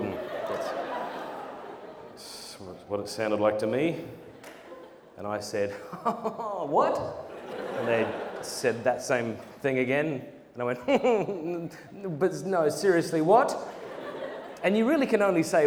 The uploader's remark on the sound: Presented at Purpose Conference 2023.